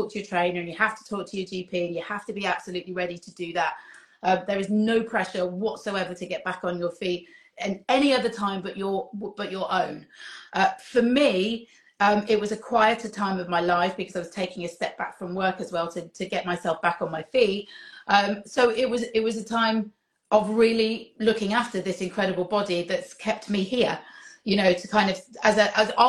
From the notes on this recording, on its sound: joined me for an Instagram Live